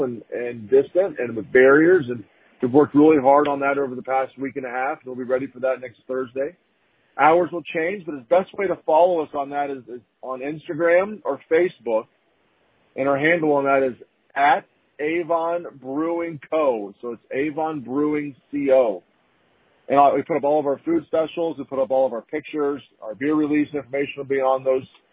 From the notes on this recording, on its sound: I chat via telephone